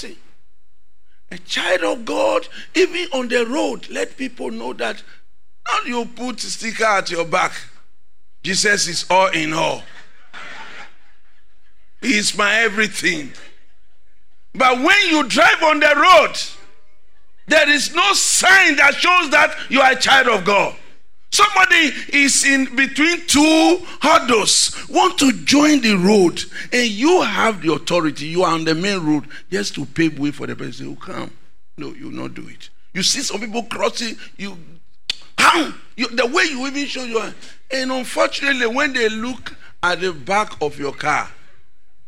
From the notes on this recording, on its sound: Sermon preached at CBC Shiashie Campus